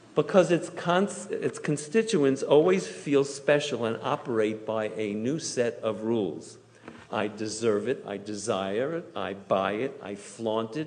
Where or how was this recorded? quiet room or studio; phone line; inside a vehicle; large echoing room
large echoing room